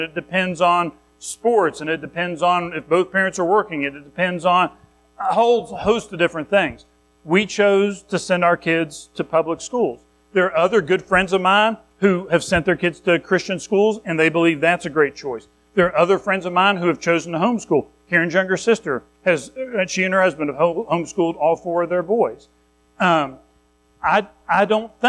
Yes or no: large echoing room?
yes